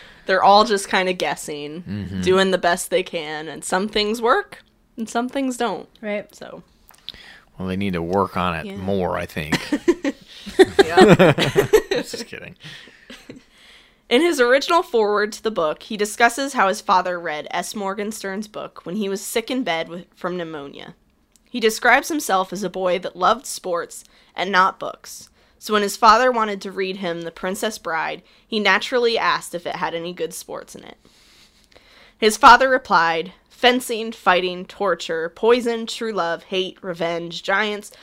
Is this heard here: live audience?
no